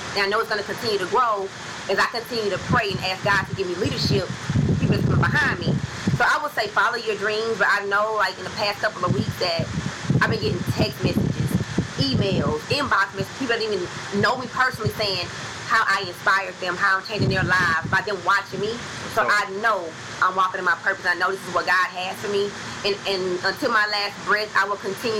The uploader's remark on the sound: DUE TO TECHNICAL DIFFICULTIES WHILE FILMING BY THE POOL, BACKUP PLAN MAY HAVE EFFECT ON AUDIO. DUE TO TECHNICAL DIFFICULTIES WHILE FILMING BY THE POOL, BACKUP PLAN MAY HAVE EFFECT ON AUDIO.